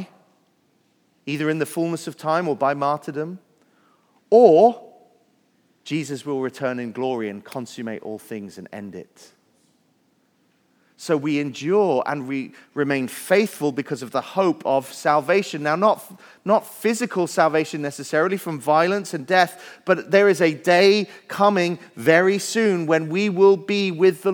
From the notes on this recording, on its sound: Message Preached at Valley Creek Church